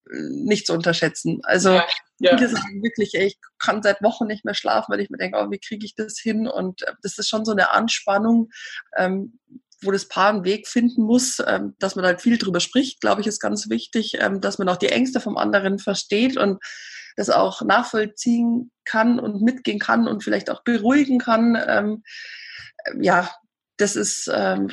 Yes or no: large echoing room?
no